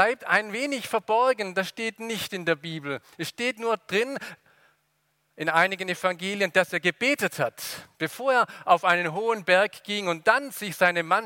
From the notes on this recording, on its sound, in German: aus dem Gottesdienst der Liebenzeller Mission